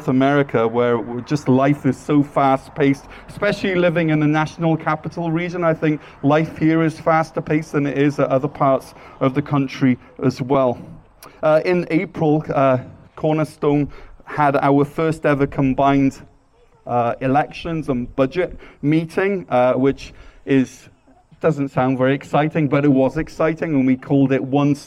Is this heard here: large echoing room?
yes